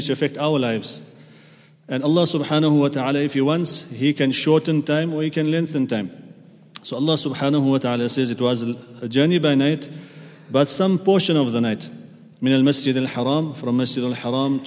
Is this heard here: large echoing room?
yes